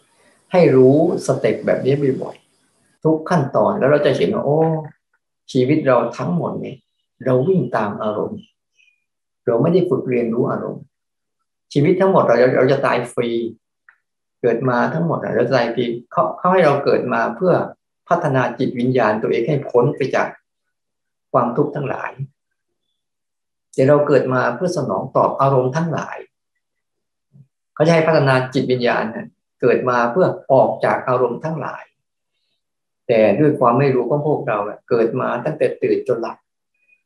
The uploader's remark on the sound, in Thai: คอร์สออนไลน์ (ผ่านโปรแกรม Zoom).